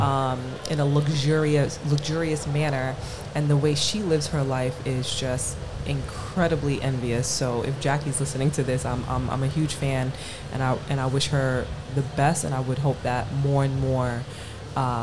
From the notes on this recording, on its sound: The Meaningful Media Podcast headed to La Croisette. Special Cannes recordings of The Meaningful Media Podcast to a live audience at the beautiful #HavasCafe!